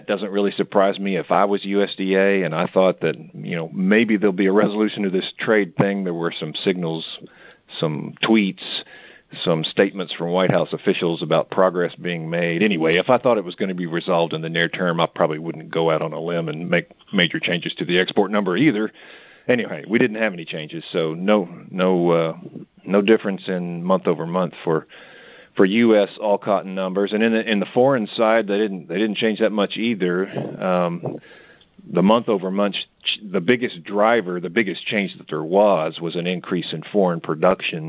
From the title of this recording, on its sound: Monthly Conference Call